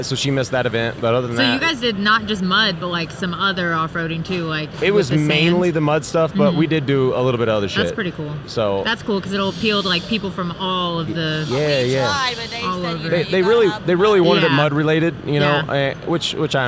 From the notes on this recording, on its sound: We took over the Renegade Products booth to record a couple of podcasts. The eight trucks we brought to SEMA 2023.